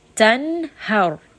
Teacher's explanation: So here we are going to make that nun very clear. Now notice, I am not giving this additional ghunna. I'm not going to bring it up into the nose. I am not saying tanhar. · Term: idhar